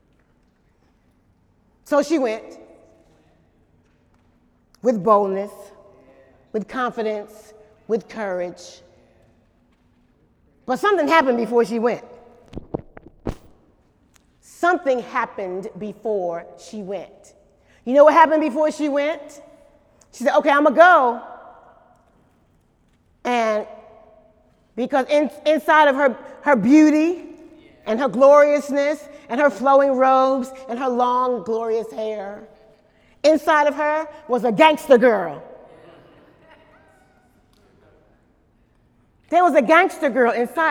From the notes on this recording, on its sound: During Sunday morning service.